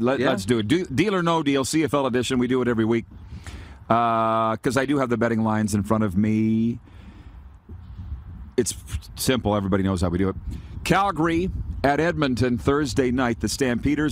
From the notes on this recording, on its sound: Back at the Bullbustin' Arena. We are LIVE from the Grey Eagle Resort and Casino in Calgary, Alberta.